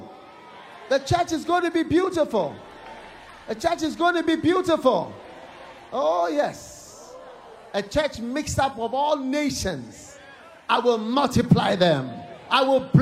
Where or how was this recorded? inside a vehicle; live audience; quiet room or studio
live audience